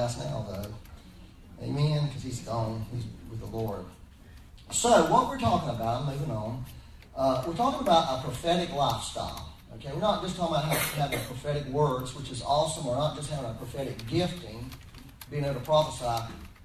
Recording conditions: poor sound quality